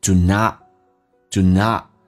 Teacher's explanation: Not 的替补发音，气流阻塞一下。Do not, do not.嘴巴慢慢的打开到极限。Do not hesitate.